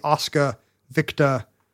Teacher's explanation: You're supposed to get rid of the final terminal R's.